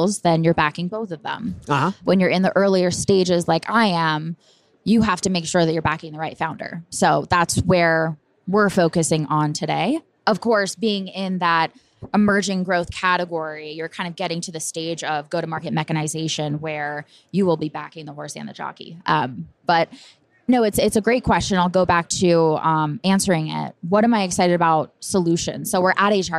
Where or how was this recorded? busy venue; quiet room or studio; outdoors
busy venue